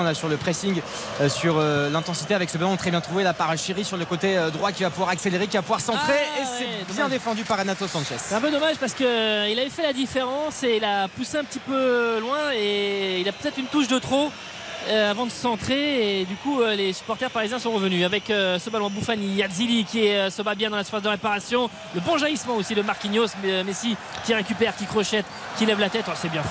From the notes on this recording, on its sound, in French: en direct du Parc des Princes